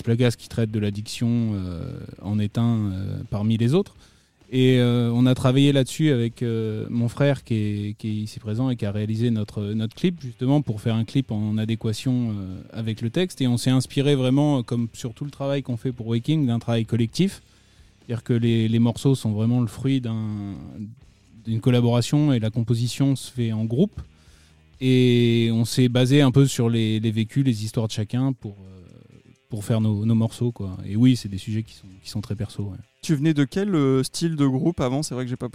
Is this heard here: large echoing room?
no